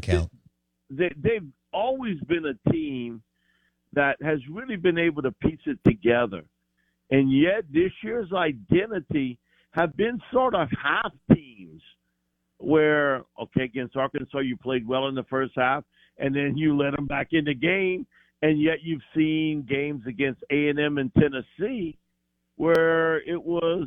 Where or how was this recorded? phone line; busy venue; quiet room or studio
phone line